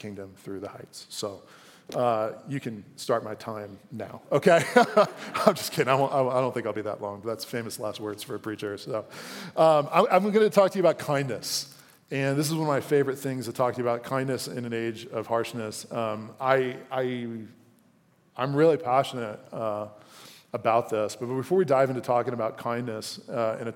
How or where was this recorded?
live audience